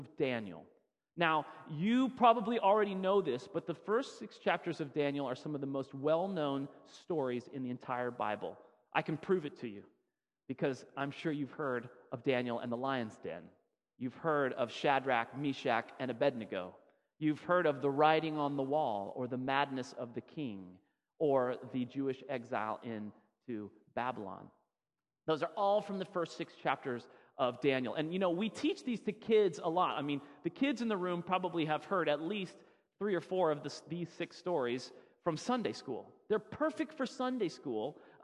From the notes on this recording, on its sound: Sermon audio from FIBC Copenhagen.